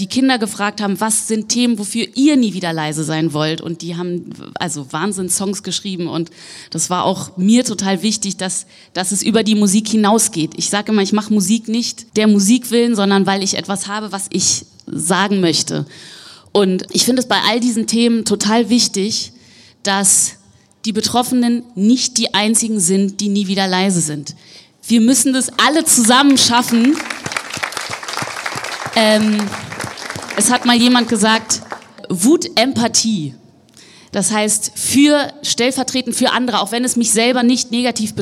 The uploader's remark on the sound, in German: LIVE aus der US-Botschaft in Berlin.